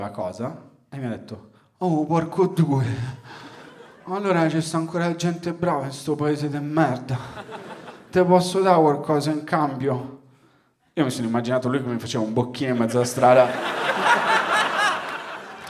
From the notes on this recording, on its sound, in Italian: Registrato a Firenze al Teatro Puccini. Grazie a tutte le persone che sono venute a vedere lo spettacolo dal vivo.